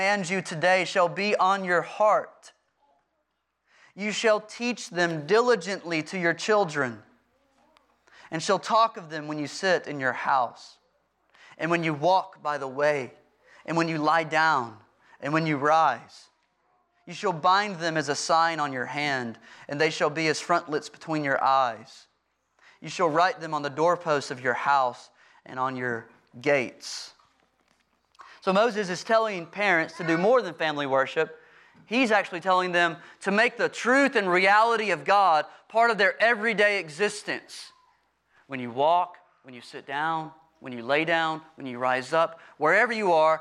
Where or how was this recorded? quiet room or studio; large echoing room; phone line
large echoing room